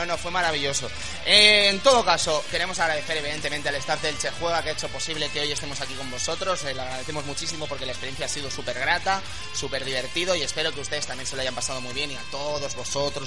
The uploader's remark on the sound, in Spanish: Programa en directo desde el evento ElcheJuega 2013. Gran experiencia, mucha buena gente allí reunida.